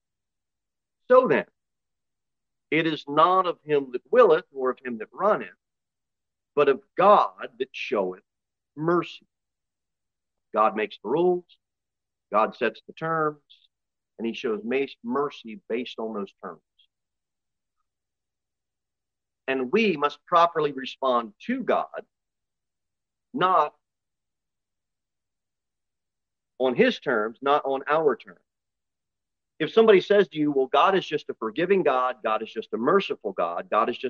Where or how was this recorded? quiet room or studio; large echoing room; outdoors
large echoing room